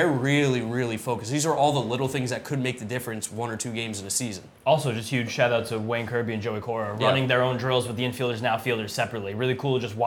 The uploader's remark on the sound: Live from Spring Training!